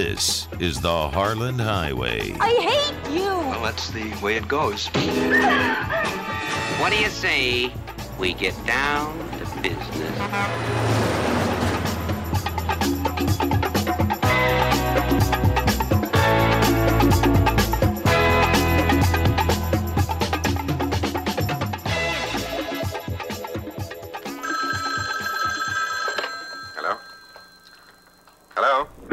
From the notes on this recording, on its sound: Phone calls from listeners. An angry PILOT calls the show.